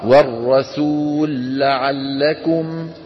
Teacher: منسكن اللام الأولى وندغمها في اللام الثانية